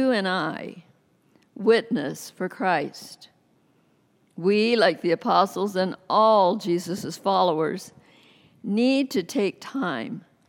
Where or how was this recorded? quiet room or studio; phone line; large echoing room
large echoing room